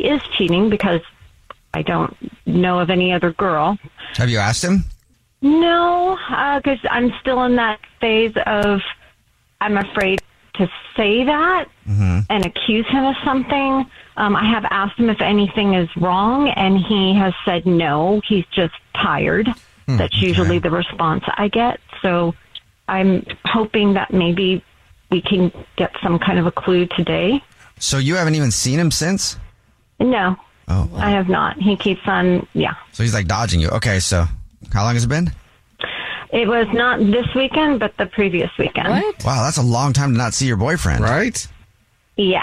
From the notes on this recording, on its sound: There is a woman on the phone who thinks her boyfriend is cheating on her.